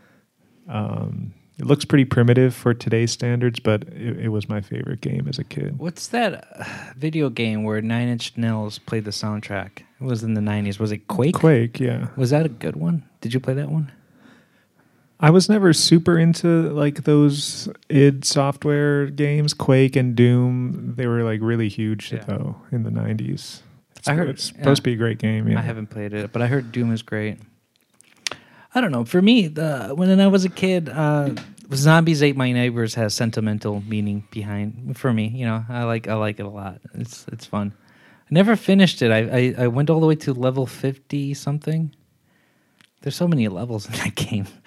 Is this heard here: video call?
no